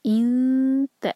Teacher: یہ لائٹ اخفا ہے کیونکہ نیکسٹ لیٹر جو ہے نون ایم ٹی کے بعد تا ہے